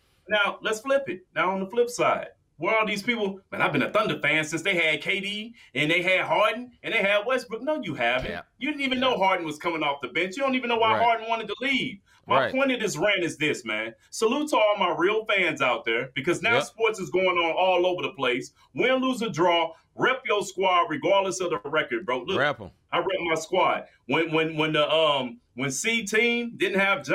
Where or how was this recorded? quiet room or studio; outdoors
quiet room or studio